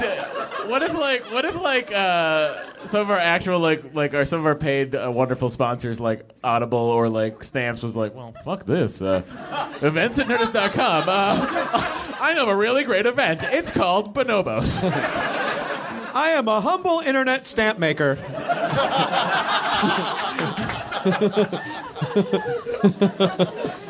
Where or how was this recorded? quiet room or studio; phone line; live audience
live audience